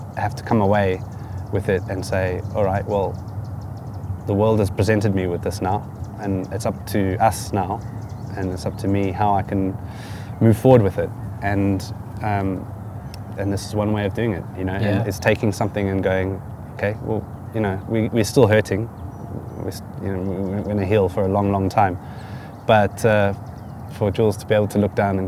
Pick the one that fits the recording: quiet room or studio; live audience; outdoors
outdoors